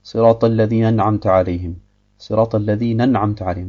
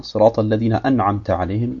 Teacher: dann hat man die Hamza weggelassen · Shown in: first take